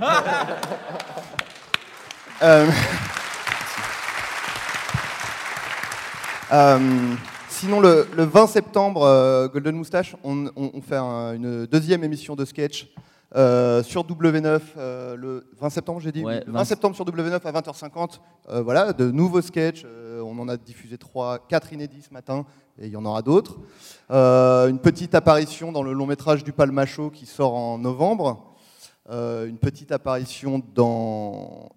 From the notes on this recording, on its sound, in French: Un épisode EN PUBLIC au Frames Festival 2016 ! C'était mon premier épisode en public, désolé pour les petits bugs de son et le ton parfois un peu moins naturel que dans mon salon.